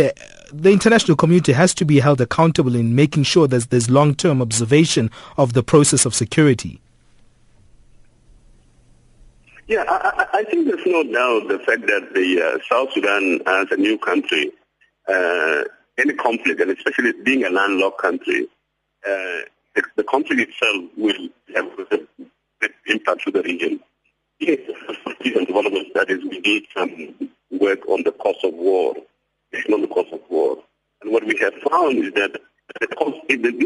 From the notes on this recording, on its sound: We are joined on the line.